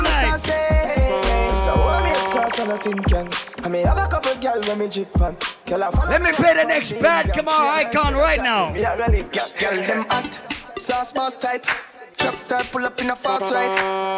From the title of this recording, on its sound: LIVE AT ISLAND SATURDAYS ON OCT 12TH